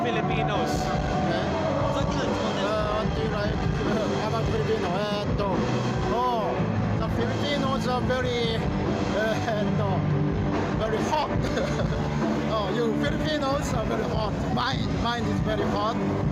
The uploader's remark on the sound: I have a few unreleased recordings from Pinoy Otaku Festival